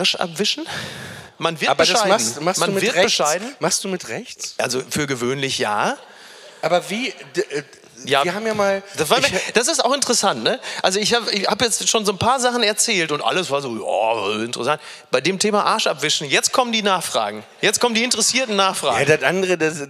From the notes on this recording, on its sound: LIVE AUS HAMBURG. Live on Stage in Hamburg.